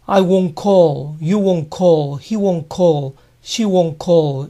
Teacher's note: Para recordarlo, les aconsejo que recuerden que es parecido a don't, en donde la D se reemplaza por una W, won't. La T final no se suele pronunciar cuando won't le sigue una palabra.